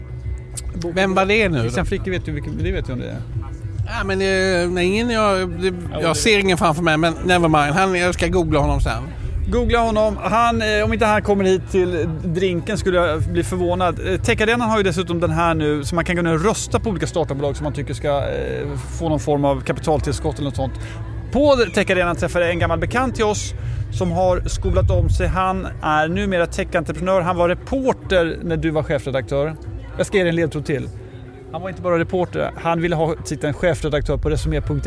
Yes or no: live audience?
no